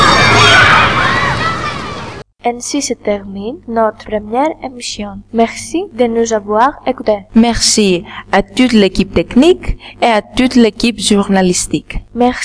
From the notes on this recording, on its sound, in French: Émission autour du thème de l'amitié réalisée par 8 élèves de la deuxième et de la troisième classe du collège de Kallipolis au Pirée. Moyens d'enregistrement : micro-casque et un micro portable pour les micro-trottoirs.